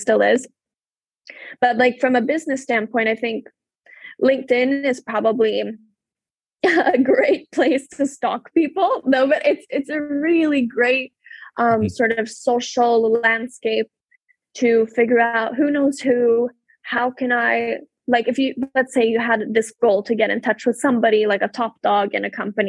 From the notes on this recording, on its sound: This episode was recorded through a Zoom-call on January 19, 2022.